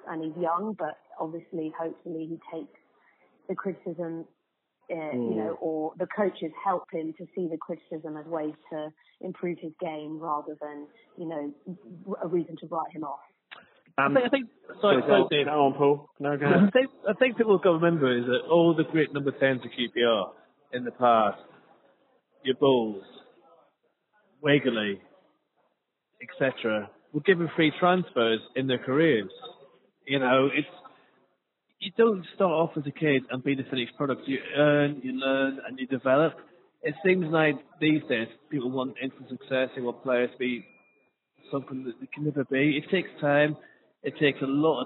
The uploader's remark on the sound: have a chat on the phone in this mini-podcast